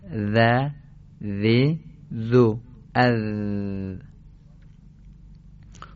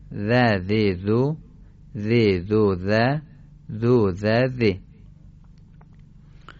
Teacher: تلفظ حرف ذال خیلی آسانه، خیلی راحت، و به این صورته که ما ذال رو به صورت نوک زبانی و نازک تلفظ کنیم. تلفظ ذال به صورت نوک زبانی و نازک است